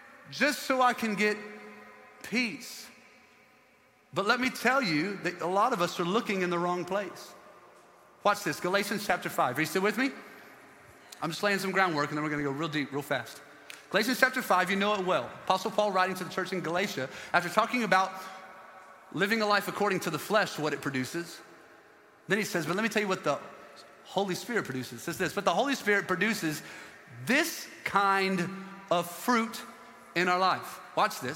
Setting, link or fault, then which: setting, live audience